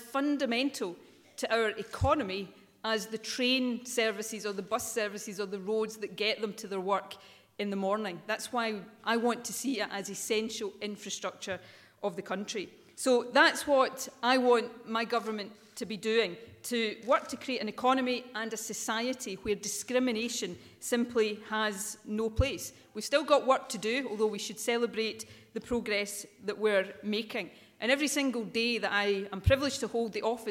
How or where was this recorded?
live audience